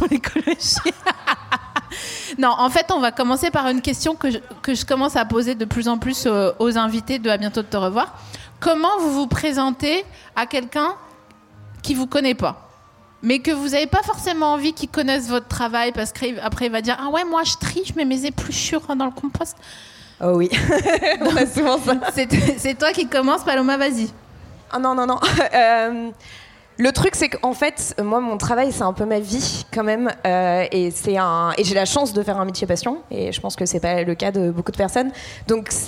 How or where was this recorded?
live audience